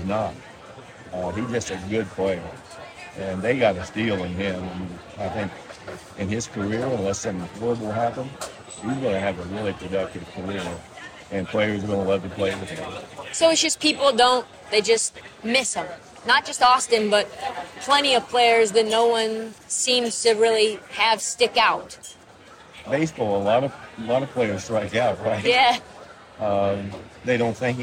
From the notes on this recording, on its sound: There is a lot of background noise in this interview.